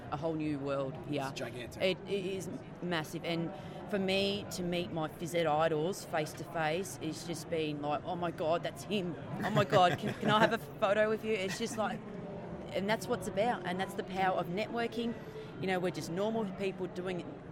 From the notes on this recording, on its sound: Live from SHAPE Nashville Day 2! SHAPENashville national convention.